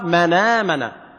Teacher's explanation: تقول من آمن من آمن يعني شوف عندي من آمن هنا في فتحة على الهمزة صح وعندي النون قبلها ساكنة يبقى نضع الفتحة التي على الهمزة إلى النون صير منا ثم تحذف الهمزة تقرأ منا منا. · Term: نقل حركة الهمزة